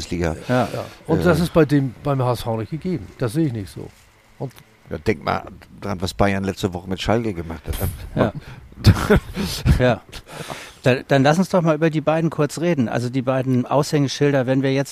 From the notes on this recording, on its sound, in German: Ein Fußball-Tribünen-Gespräch.